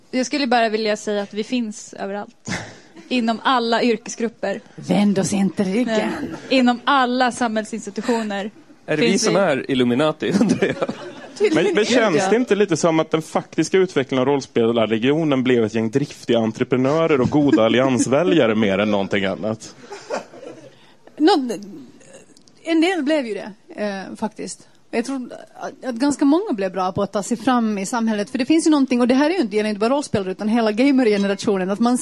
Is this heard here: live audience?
yes